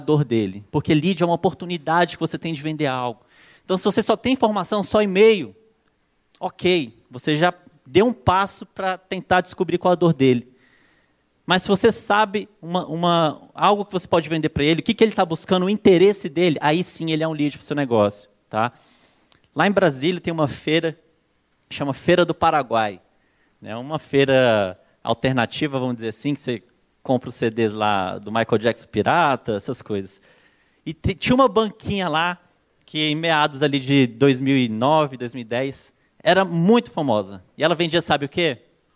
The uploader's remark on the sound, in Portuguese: palestra exclusiva, ministrada no Acelerador Digital ao vivo 2015